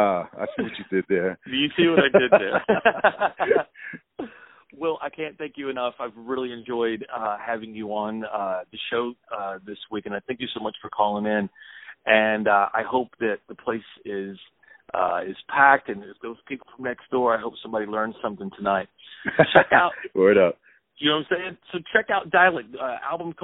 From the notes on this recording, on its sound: Calling in from Alberquerque, NM.